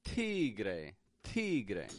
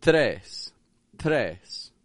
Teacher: In Spanish, when they pronounce the T sound, they don't exactly pronounce the T sound by having their tongue go behind their teeth. In Spanish, they actually press the tongue to their teeth. So instead of going t, t, they go t, t.